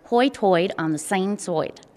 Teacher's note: Basically, a long I sound becomes an oi. So high tide on the sound side, the way it sounds, would be to an Ocracoker, Hoitoi on the same side. · Term: Hoitoi dialect